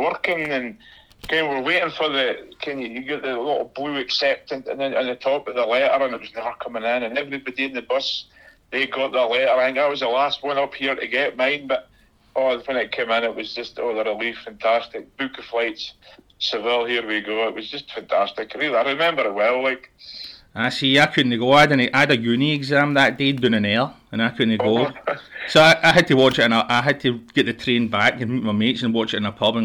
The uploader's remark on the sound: gave him a call this morning and recorded a podcast via the GIGPOD Dictaphone!